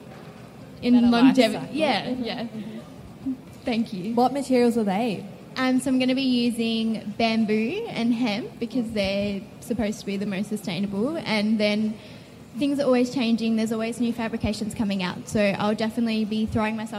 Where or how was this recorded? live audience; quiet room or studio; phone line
live audience